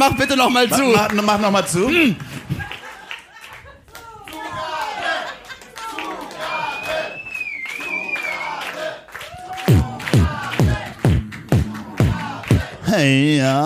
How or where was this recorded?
live audience